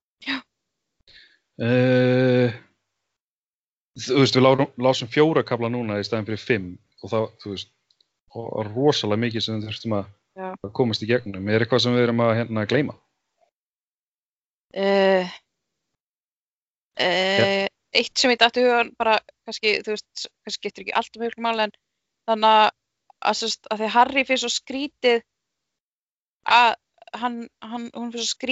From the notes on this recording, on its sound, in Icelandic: hittast á Skype